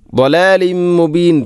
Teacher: തൻവീന് ശേഷം മീമ് വന്നാൽ ഇത് ഗാം കാമിൽ, തൻവീനിനെ മീമിലേക്ക് കൂട്ടിലയിപ്പിക്കണം